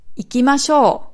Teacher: Also bei mashou ist dann das mashou betont.